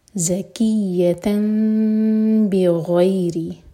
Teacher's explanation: تو ہم میم کو ہولڈ کریں گے لیکن ہوٹوں کو ٹائٹ پریس نہیں کریں گے. دو سیکنڈس کا ٹائم دیں گے. · Term: اقلاب